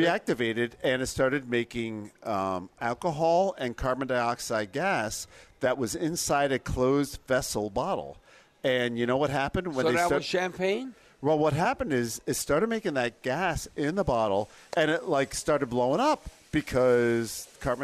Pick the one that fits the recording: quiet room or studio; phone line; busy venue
busy venue